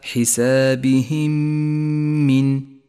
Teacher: تدغم الميمان مع بعضهما فتصيران ميما واحدة مشددة تحتاج إلى غنة، ولذلك هي ميم خضراء في مصحف التجويد. · Term: الإدغام الشفوي